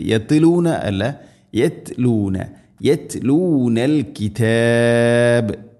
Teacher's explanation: യത് യത് തഅനെ ഖൽഖല ചെയ്യരുത്